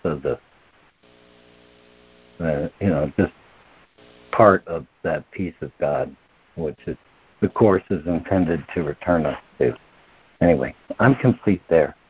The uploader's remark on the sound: ACIM Daily Conference Call.